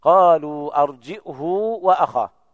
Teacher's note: قرأ ابن كثير وهشام قالوا أرجئه وأخاه، يثبتون الهمز بين الجيم والهاء مع ضم الهاء وصلتها بواو لفظية